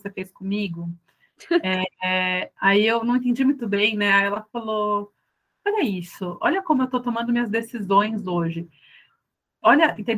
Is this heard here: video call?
yes